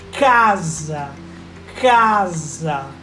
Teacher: a gente utiliza muito mais ar e muito mais força na sílaba que é a penúltima · Term: paroxítona